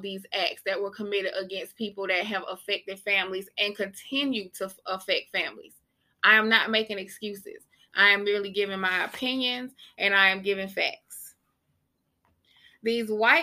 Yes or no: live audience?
no